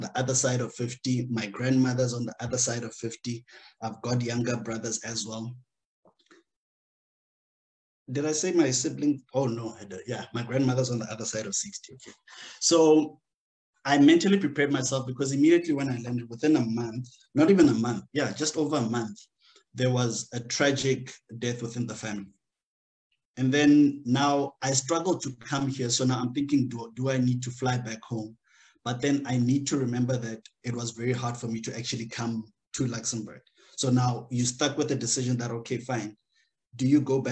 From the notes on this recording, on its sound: The series is webcast via Zoom